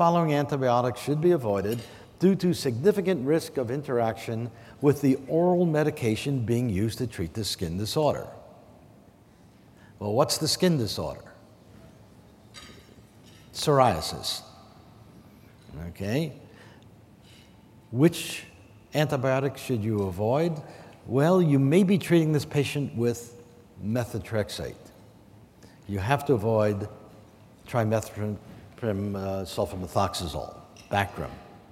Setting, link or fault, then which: setting, large echoing room